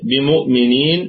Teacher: الميم في أقل درجات الغنة لأنها متحركة، والهمزة ثابتة في البدء والوصل، يعني هي همزة محققة على أي حال. بمؤمنين، الميم أيضا